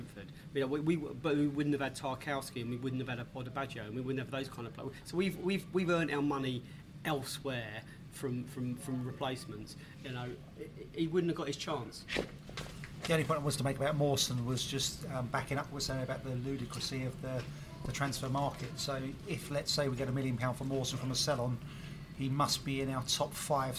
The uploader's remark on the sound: LIVE Transfer Deadline Day Podcast from the Pub. Our podcast which broadcast LIVE on transfer deadline day. The Beesotted crew assembled for their FIRST ever LIVE broadcast of the Beesotted Pride of West London podcast at One Over The Ait pub in Kew Bridge.